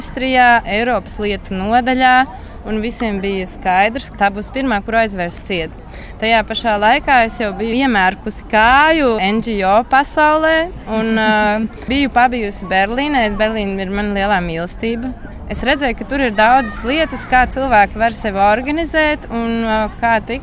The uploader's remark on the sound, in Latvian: Pusbalsī, lai netraucētu uz skatuves notiekošajam.